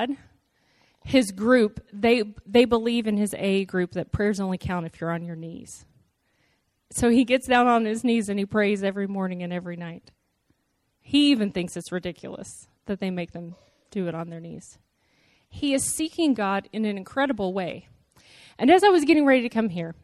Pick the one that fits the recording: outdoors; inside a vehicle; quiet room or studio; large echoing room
large echoing room